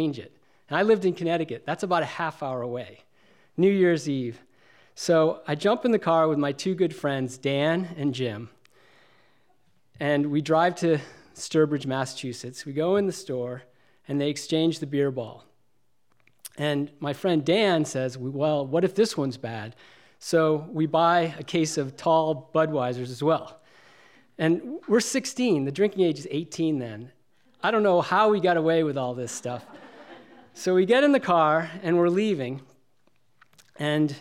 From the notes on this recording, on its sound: This event was recorded in front of live audience on July 17th, 2018 at Wellfleet Preservation Hall in Cape Cod, Massachusetts.